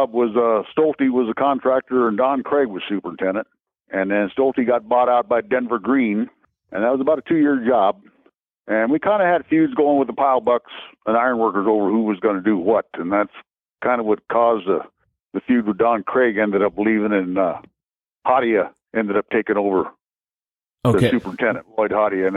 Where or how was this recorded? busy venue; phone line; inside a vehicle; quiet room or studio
phone line